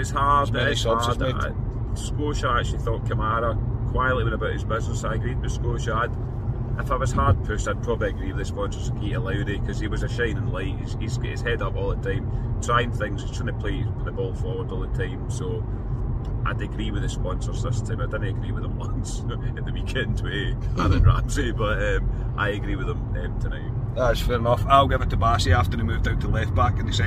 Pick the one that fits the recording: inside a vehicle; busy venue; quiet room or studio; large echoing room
inside a vehicle